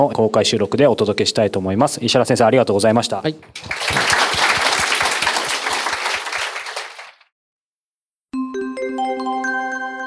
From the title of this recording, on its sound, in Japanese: 公開収録